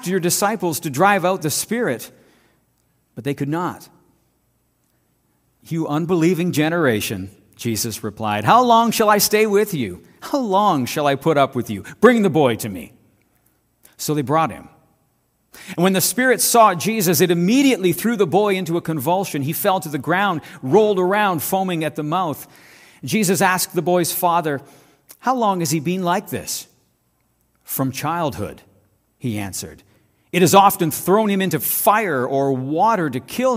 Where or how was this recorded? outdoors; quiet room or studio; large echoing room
large echoing room